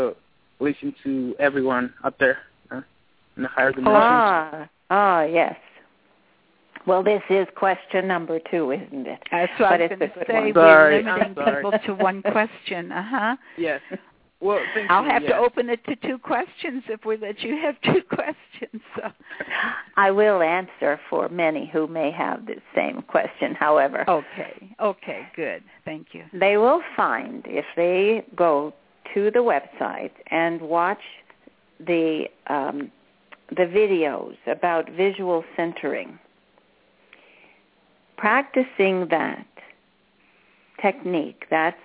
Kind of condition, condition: link, phone line